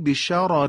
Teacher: بشارارین یعنی اولی باید درشت ادا بشه، دومی باید مرقق و نازک · Term: راه درشت